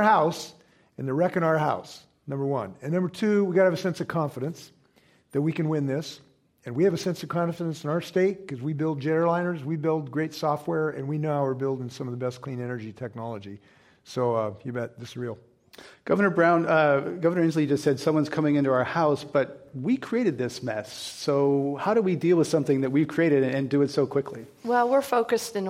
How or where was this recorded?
live audience